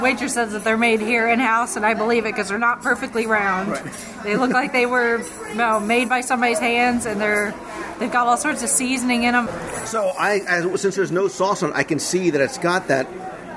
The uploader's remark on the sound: Tony's Town Square Live Restaurant Review. This week I invite you to join me (virtually) around the table for another live Walt Disney World dining review.